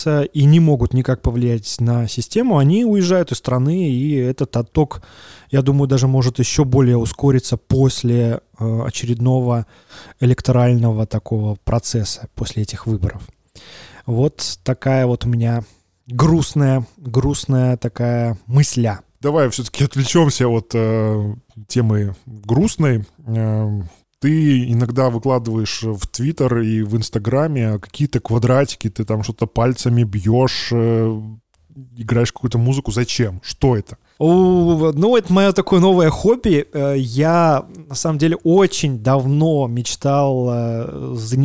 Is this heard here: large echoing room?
no